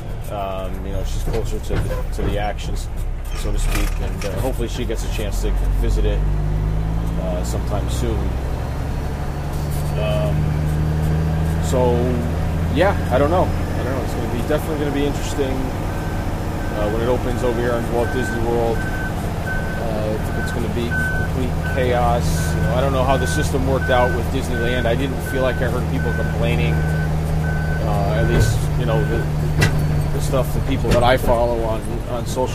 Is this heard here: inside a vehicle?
yes